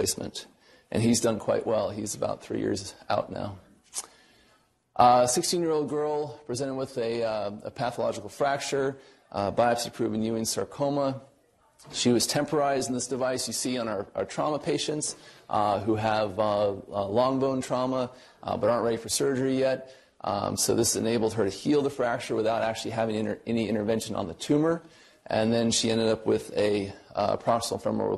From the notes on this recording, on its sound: Norris Cotton Cancer Center Grand Rounds